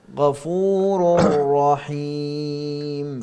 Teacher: التنوين وهو عبارة عن نون ساكنة مع الراء، ذهب التنوين ذاتا وصفة · Term: إدغام كامل